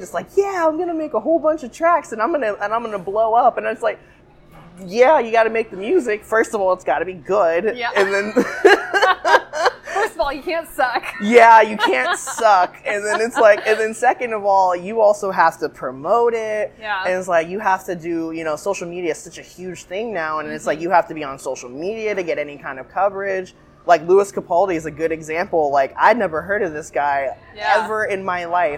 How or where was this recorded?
busy venue